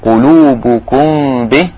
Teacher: الميم الساكنة جاء بعدها حرف الباء إذا الحكم هنا إيه؟ إخفاء شفوي